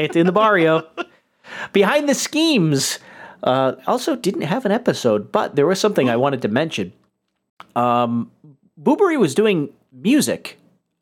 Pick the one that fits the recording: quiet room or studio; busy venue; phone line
quiet room or studio